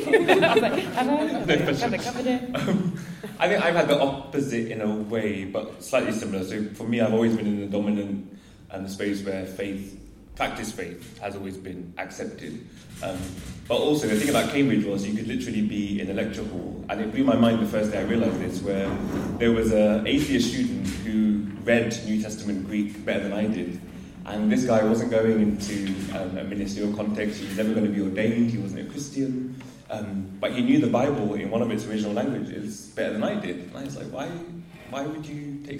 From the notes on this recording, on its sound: This was a panel discussion at the graduation show